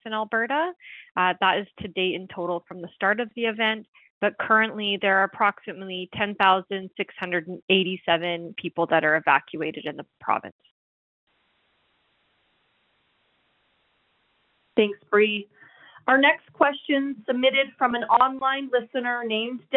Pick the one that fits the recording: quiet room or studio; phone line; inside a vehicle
phone line